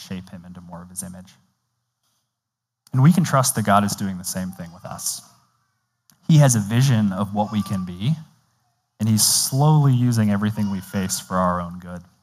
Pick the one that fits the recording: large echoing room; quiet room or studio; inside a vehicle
large echoing room